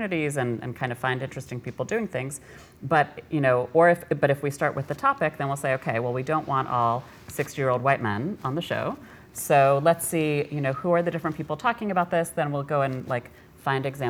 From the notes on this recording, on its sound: At a live event with us.